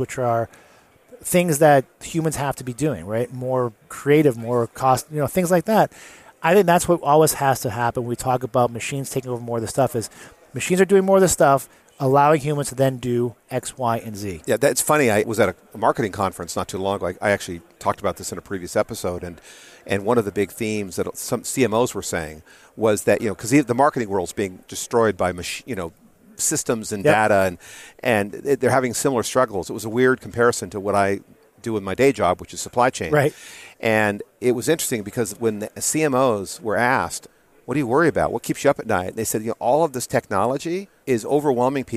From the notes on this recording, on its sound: Live at Gartner. Recorded on the show floor.